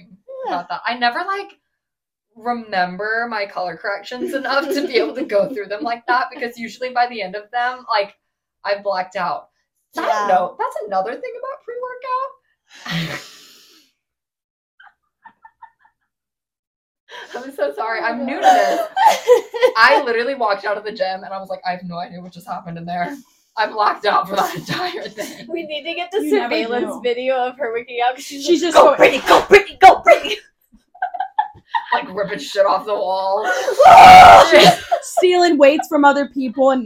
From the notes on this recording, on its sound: Sorry for the spotty audio, we are working on getting better mics soon!